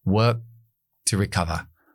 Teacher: la K de work no lo estoy pronunciando, estoy frenando también · Term: parada glotal